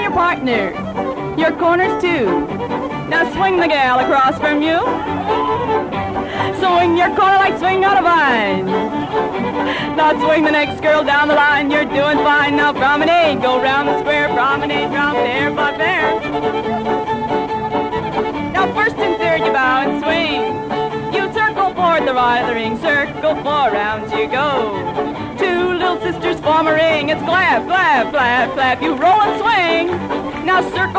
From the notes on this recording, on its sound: Live Dance Recording of Santa Monica Jubilee (1950). Calling a dance live.